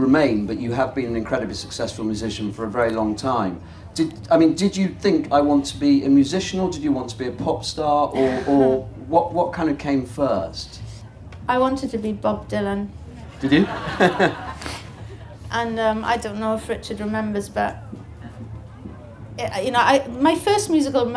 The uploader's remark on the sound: In front of several hundred people at The Good Life Experience 2017. The audience join them in a sing-along.